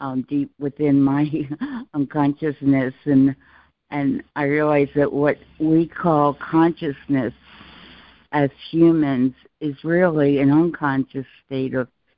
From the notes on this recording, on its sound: ACIM Daily Conference Call.